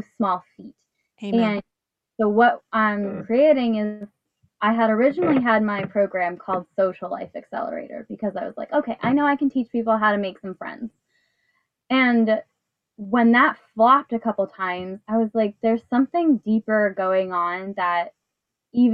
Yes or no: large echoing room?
no